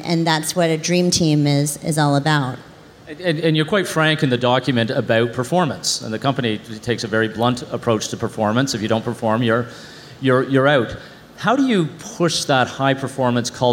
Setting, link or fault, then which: setting, busy venue